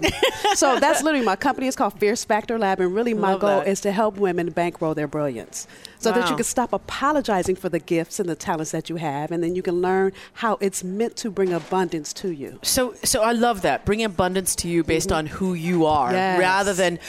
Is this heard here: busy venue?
yes